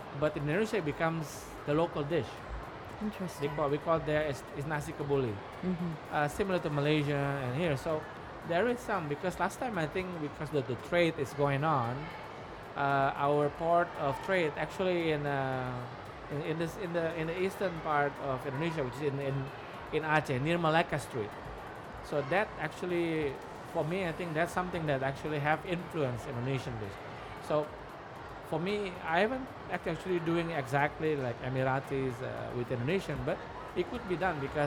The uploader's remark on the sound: Live interview from SIBF 2022